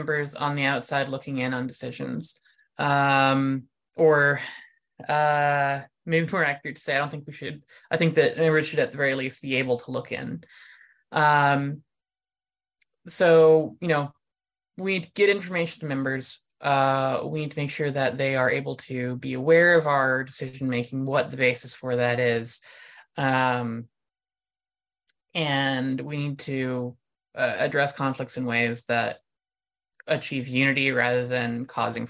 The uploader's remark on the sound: An Online Panel Discussion